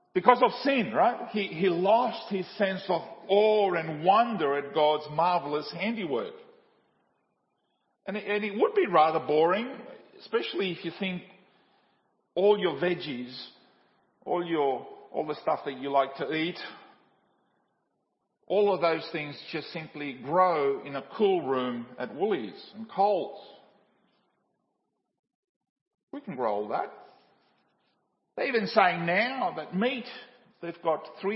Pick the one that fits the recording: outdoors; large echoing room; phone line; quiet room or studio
large echoing room